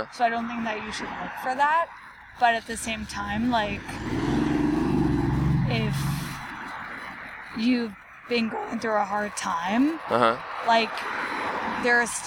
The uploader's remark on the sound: We recorded this one on a sidewalk of a street in Los Angeles. First recording on a public sidewalk with people walking.